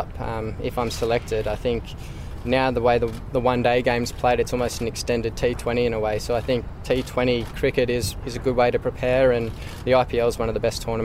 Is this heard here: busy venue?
yes